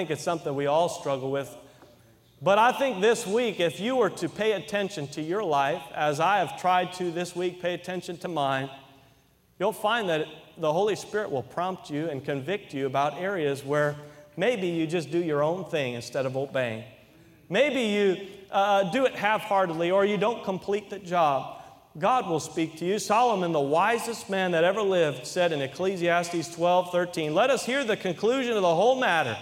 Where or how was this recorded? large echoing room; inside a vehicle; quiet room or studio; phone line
large echoing room